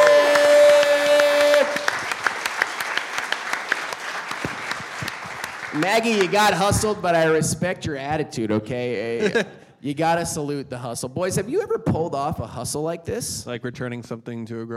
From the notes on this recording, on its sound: This live episode took place in New York City as part of the NYCPodfest. Maybe you should have bought a ticket and used your real ears to hear it live. For real though, I'm sorry, this is how they recorded it.